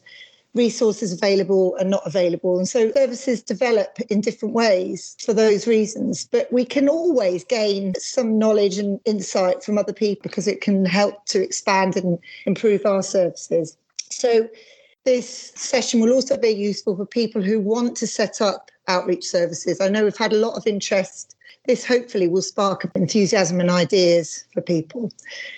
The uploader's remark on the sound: This podcast is the edited audio from a virtual meeting